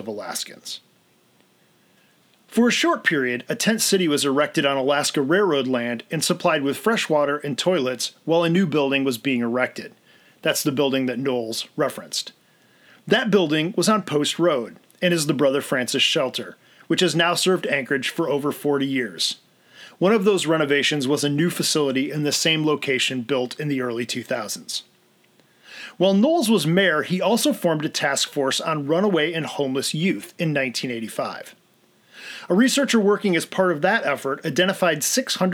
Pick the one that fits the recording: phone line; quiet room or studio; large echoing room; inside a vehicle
quiet room or studio